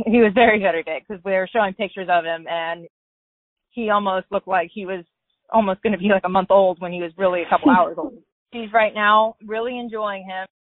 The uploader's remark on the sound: Access to the testing location at Hilltop Farm were restricted due to COVID. Interviewed stallion owners by phone.